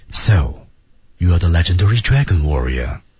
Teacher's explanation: 每一个字都是一个调下来，向下沉着，然后呢气息稍微足一点。如果你要想那种效果的话，离麦克风可以再稍微近一点，有一种什么贴近耳边的感觉。其实两个人说话并不是很远，声音没有那么大，所以感觉就在身边。